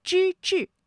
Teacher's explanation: 这两个字啊都是翘舌音，它们的声母都是之